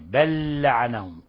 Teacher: بل لعنهم لام مع لام، هذا بيسموه إدغام متماثلين، إدغام متماثلين، نضغم اللام الأولى في اللام الثانية بل لعنهم وتصبح لاما واحدة مشددة، بل لعنهم، بل لعنهم الله